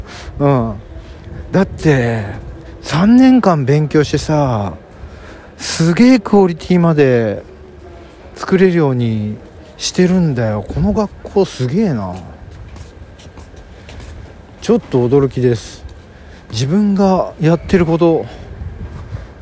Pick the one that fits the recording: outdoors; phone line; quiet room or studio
outdoors